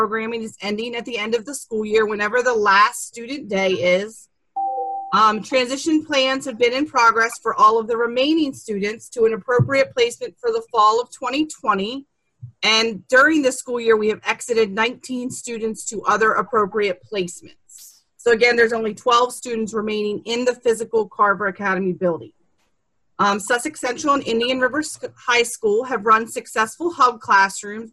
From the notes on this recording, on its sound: An audio recording of the Indian River Board of Education regular meeting. This meeting was conducted online using the Zoom video conferencing platform.